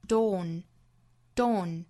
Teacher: dawn 的发音，我们注意英音之中啊，是一个比较紧凑的一个 o 的发音